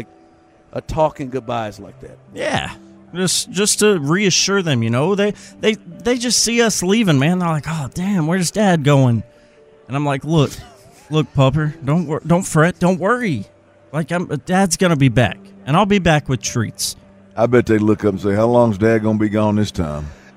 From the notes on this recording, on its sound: LIVE from Radio Row in Vegas